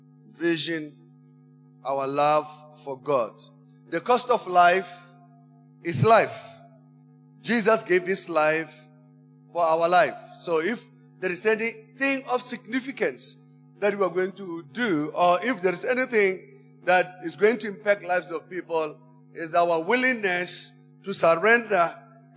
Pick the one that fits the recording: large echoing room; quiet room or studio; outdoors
large echoing room